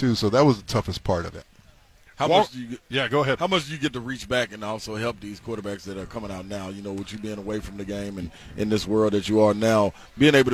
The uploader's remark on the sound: stopped by the booth at Radio Row with 3HL